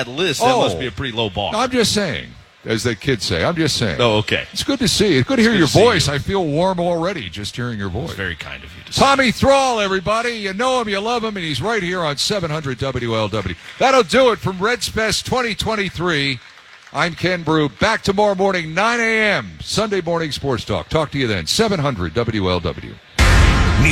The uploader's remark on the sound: Live from Redsfest. Live from the Duker Energy Convention Center in downtown Cincinnati.